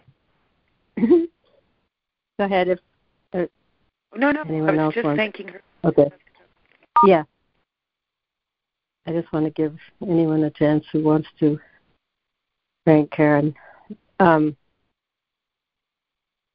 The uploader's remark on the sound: ACIM Daily Conference Call.